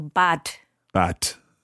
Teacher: It's a soft D, but the Germans often pronounce it with a harder D than it's written.